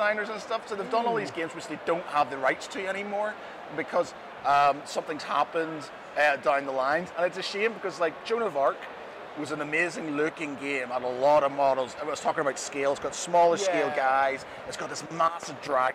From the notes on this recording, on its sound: On a shorter-than-usual podcast (as it was live at the event). At UKGE 2023 in the NEC.